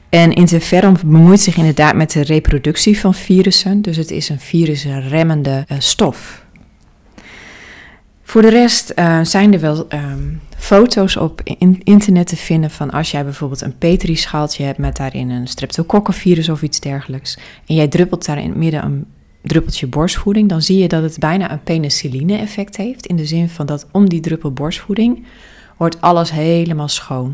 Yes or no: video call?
no